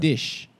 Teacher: He does an SH sound for an S.